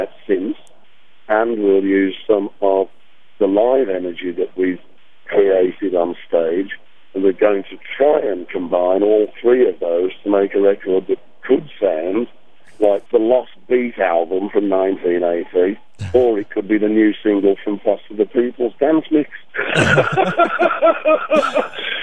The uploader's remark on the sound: took some time on the phone